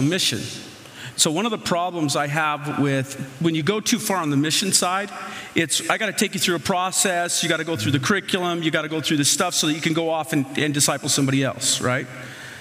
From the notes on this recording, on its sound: The following audio comes from the National Disciple Making Forum by Discipleship dot org. We had some great MainStage speakers.